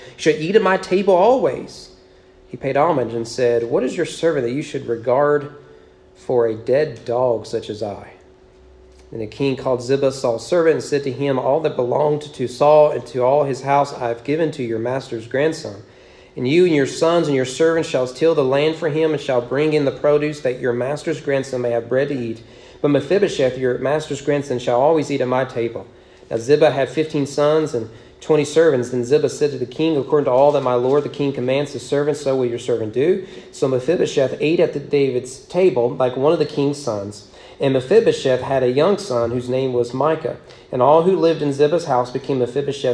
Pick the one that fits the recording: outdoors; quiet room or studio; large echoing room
large echoing room